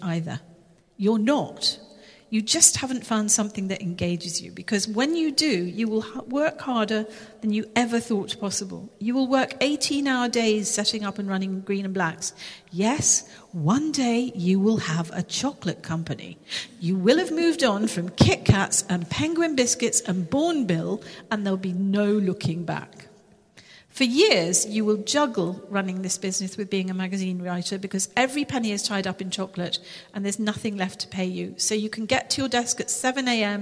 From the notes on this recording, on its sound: Live in Harrogate. Recorded in front of a live audience under the high vaulted ceiling of St Wilfred's in Harrogate.